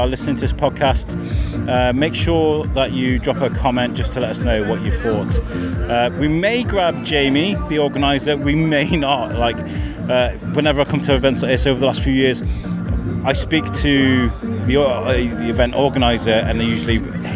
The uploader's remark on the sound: Loopfest 2023. With his mic in-hand he is determined to cover as much of the festival as he can. With over 120 artists performing at 25 different venues across Shrewsbury. Starting at Shrewsbury Castle, moving onto the Bulls Head and then finishing at The Anchor Inn, it seems not very far!